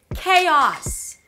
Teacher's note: when you connect those two vowels, you hear an intrusive sound, a small little y sound · IPA: keɪɑːs